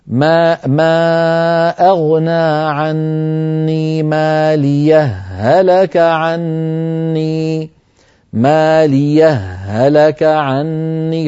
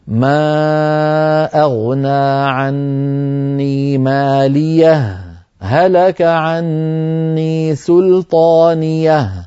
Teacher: ماليه أصلها مالي، ما أغنى عني مالي، فلما ألحقت هاء السكت صارت ماليه، وبعدها مباشرة هلك عني سلطان، أولها أول هلك هاء متحركة، فالتقى في النطق هاءان، هاء السكت وهاء هلك. هل ندغم هاء السكت بهاء هلك أم لا؟ وجهان وجهان، بعض العرب كانوا يدغمون وبعض العرب كانوا لا يدغمون.